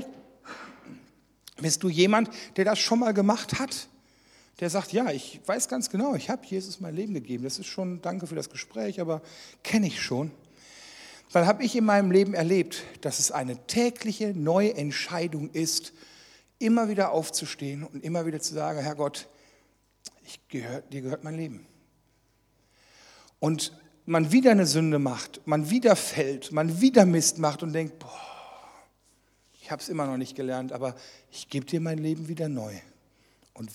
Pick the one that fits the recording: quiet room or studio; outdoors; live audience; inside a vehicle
live audience